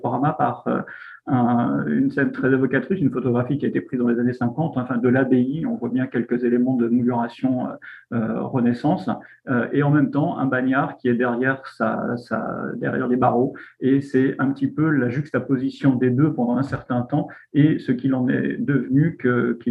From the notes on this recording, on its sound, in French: Discussion Enregistré sur Zoom